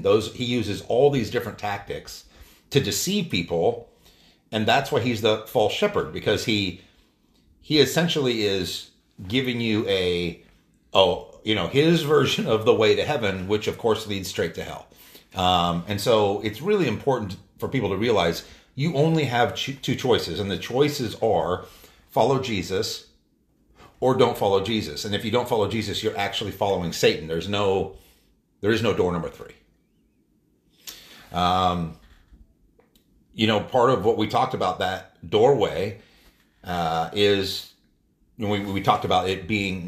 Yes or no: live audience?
no